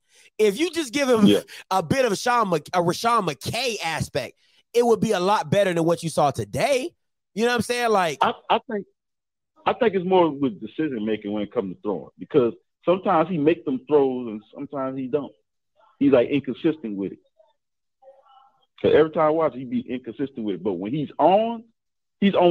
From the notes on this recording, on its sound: Jackson State Fans Call In Into the Channel